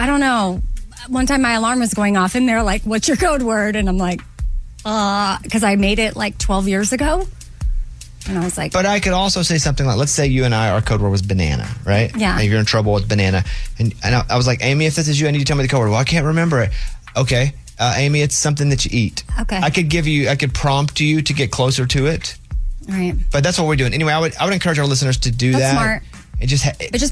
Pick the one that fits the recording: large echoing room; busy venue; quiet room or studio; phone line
phone line